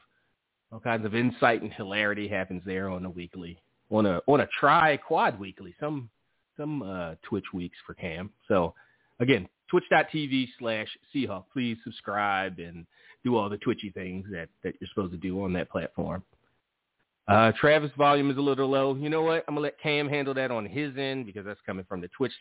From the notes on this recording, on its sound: Live calls, emails and more. Weekly caller, email and tweet driven show.